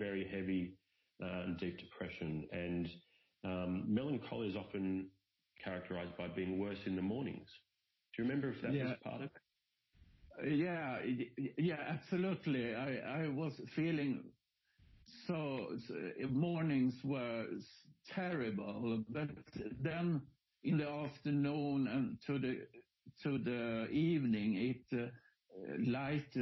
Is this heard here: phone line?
yes